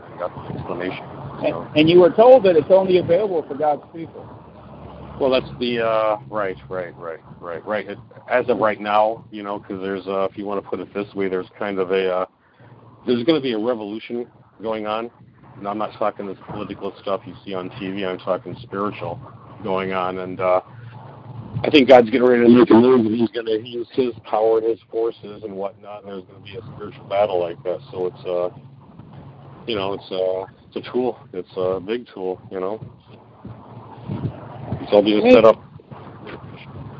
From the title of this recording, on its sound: Walking Home From Marlene's Health Food Store